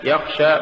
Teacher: ولولا همس الخاء لصارت غينا